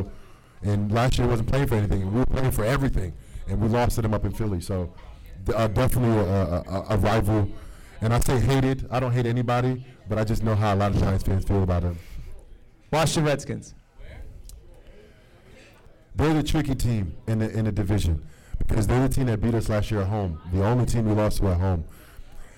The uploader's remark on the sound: a live recording